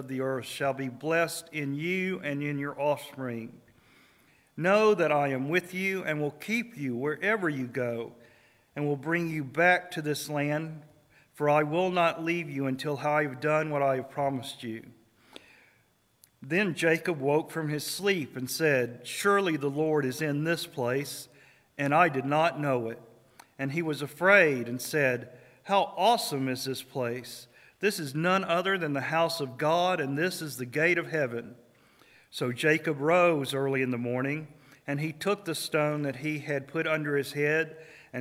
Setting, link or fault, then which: setting, large echoing room